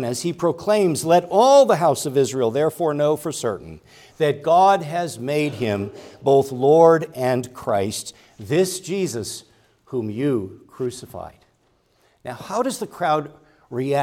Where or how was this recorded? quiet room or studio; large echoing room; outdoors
large echoing room